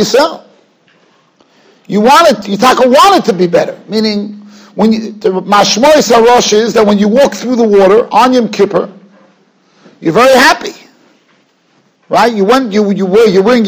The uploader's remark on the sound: Shiur recorded in Yeshivas Ohr Reuven, Monsey, NY.